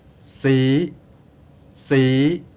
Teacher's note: These are the tone contrast, both on plain voice, normal voice, and creaky voice.